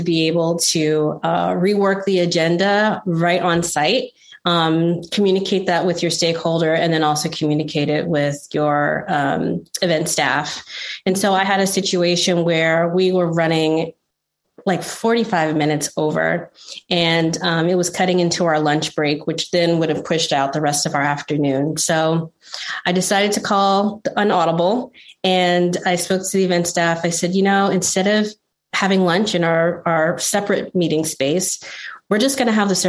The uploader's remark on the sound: In this webinar recording